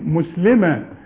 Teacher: تقول مسلمة كأنها عليها ضمة فقط بدون شدة